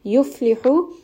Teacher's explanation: fa is going to have hum, so we are going to make sure that we give a little bit of that air.